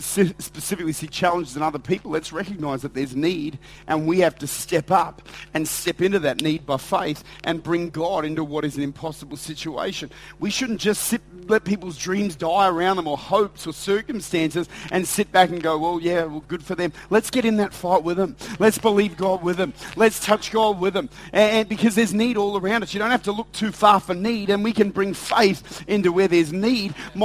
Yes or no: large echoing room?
yes